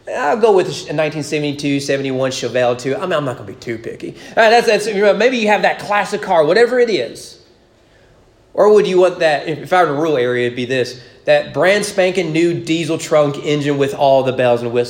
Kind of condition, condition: setting, large echoing room